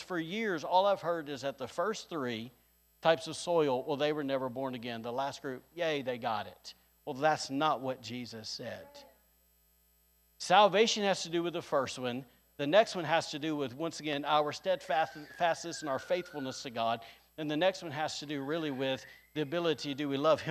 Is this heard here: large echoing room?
yes